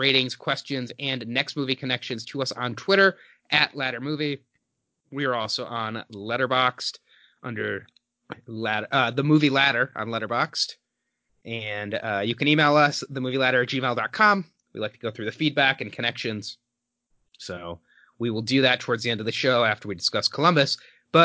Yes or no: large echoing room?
no